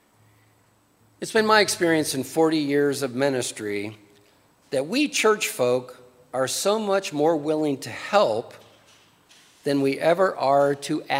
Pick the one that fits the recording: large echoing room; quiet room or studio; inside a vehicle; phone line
large echoing room